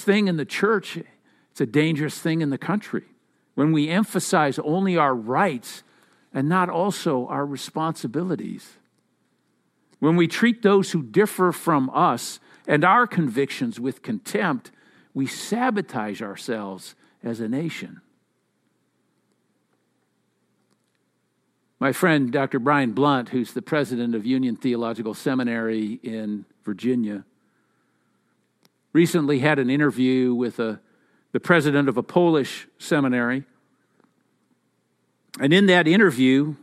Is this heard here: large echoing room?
yes